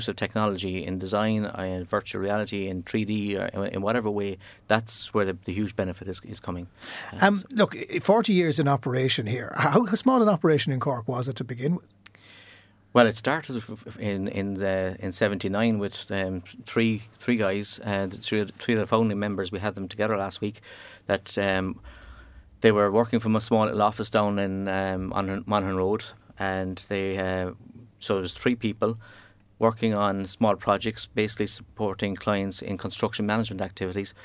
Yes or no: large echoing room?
no